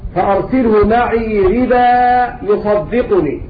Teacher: يقرأ بإبدال التنوين ألفا وصلا ووقفا